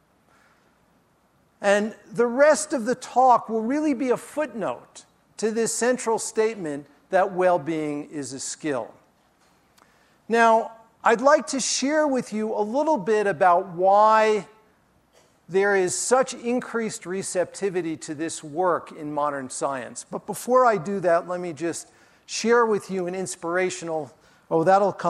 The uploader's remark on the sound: during his talk at the Festival